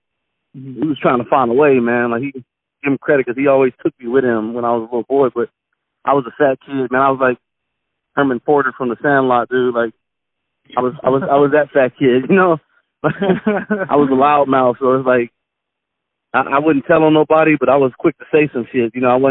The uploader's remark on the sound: Phone Call